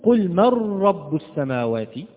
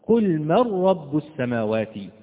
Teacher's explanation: قلت قل من رب السماوات، هنا حدث تكرار، حدث تكرار لحرف الراء، وهذا التكرار يعد لحنا · Shown in: first take